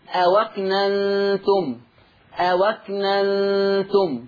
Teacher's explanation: النقل اللي جالي في الآية 235، نقل حركة الهمز إلى الساكن قبلها. عندي أو أكننتم، أو أكننتم، تقرأ أو أكننتم، أو أكننتم، هكذا.